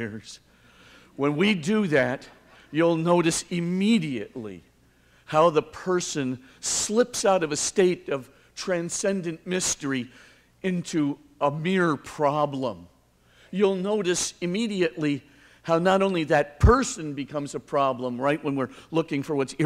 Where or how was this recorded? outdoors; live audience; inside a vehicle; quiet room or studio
live audience